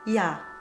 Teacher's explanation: the gamma will soften into a J glide, and all we really hear is J glide bright A